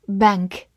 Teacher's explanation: my window.注意一下，它是一个不规则变形，过去式是 sung，s a ng，sung，而它的过去分词是 song，s u ng，song。bank, b a n k, bank, a n 发的是后鼻音 an